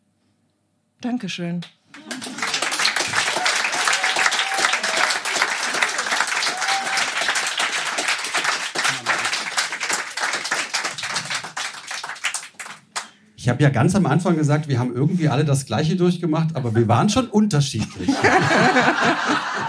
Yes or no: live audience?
yes